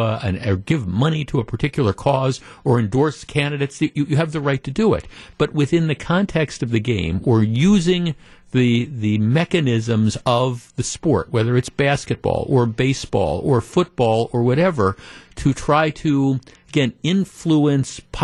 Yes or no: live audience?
no